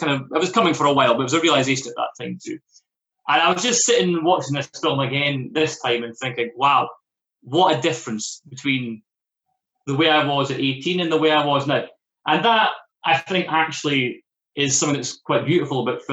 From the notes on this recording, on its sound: The Zoom season begins.